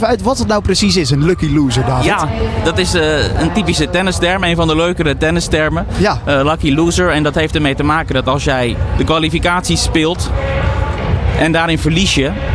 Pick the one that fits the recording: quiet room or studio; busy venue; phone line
busy venue